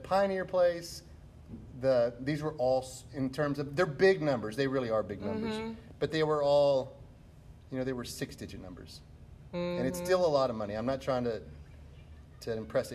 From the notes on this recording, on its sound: Betos Mexican Restaurant. Recorded at Betos.